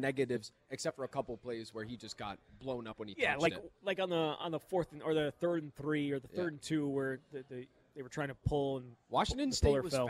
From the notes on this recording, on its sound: Live at Monk's Bar and Grill in Sun Praire.